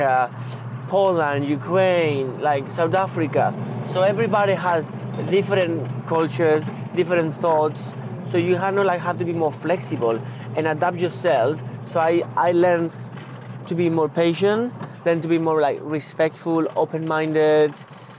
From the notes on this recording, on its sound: A beautifully restored 1964 VW Samba Bus for the drive around the Manchester Arena, Hits Radio, Bury Golf Club and Bury Cemetery. Given its vintage, the Samba is a little noisy at times; but what she lacks in sound proofing, she makes up for in style!